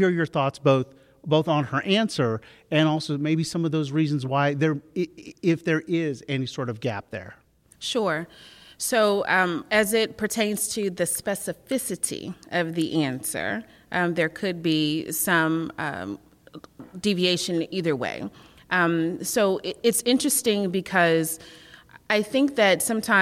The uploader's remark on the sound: Live from the Atlanta University Center. Georgia Votes is live this week at the Woodruff Library at the Atlanta University Center where we hear from young voters. Joined on stage by Clark Atlanta University professor.